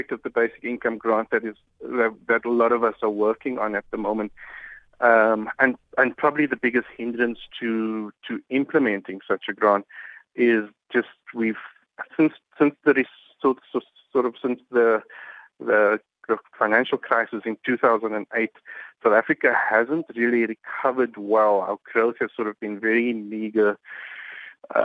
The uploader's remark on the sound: we are joined on the line